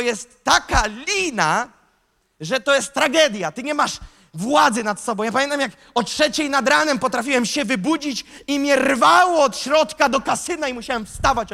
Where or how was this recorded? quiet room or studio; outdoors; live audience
live audience